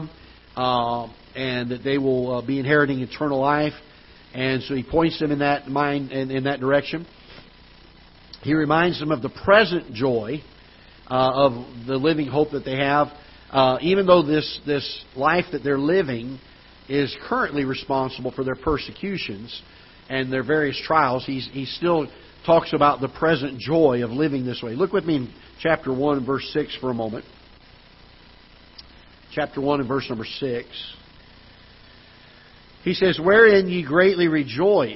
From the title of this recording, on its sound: Ketha Heights Baptist Church ~ Live Broadcast